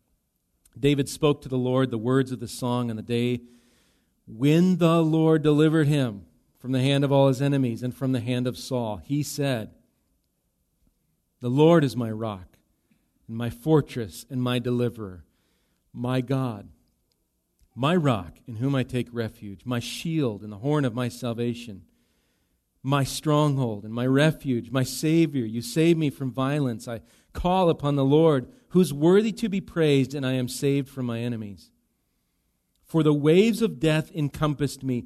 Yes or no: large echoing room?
yes